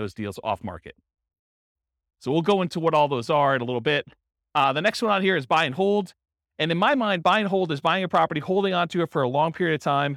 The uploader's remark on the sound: This was a live class recorded